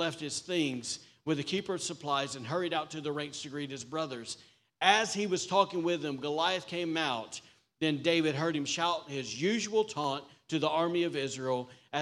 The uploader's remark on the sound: was recorded on Sunday, November 5th, 2023, during service at The Anchor Church in Rockport, Maine.